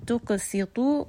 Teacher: قَاف is going to be heavy. طَا is going to be heavy.